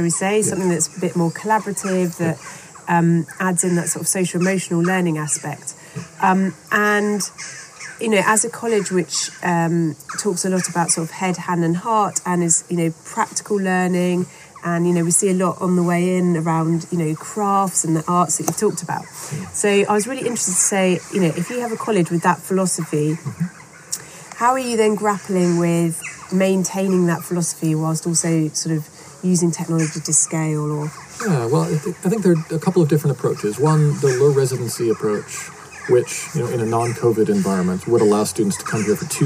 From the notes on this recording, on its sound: Couldn't resist getting back out there to interview in person. Listen out for some ambient birds and insects as we record among the beautiful Dartington Hall estate.